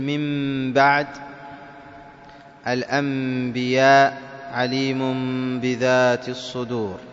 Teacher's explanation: أخذنا حكمين من أحكام النون الساكنة بعد الحكمين الأولين الإظهار والإدغام، أخذنا القلب أو ما يسمى الإقلاب، وهو تحويل الشيء عن وجهه، واصطلاحا جعل النون الساكنة والتنوين ميما مخفاة بغنة عند الباء، والباء هو حرفه الوحيد.